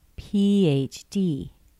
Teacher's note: We start in the middle, drop down on the second letter, go up again.